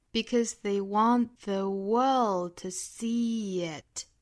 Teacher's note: the world to see it,这句话里面也是有一些弱读的哈。我们就说第一个词这个 because,它就是一个弱读词，它是一个语法词啊，是一个功能词，包括后面 they,还有这个 the,还有包括后面的 to,这些词都是要做弱读的。那这句话重读的部分呢是 want 这个实词，包括后面这个 world 这个实词，还有 see 这个动词 · 当然最后 it 也是一个弱读啊，大家注意他们的语调